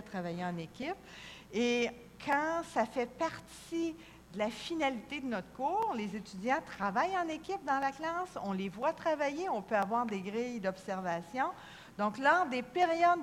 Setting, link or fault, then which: setting, large echoing room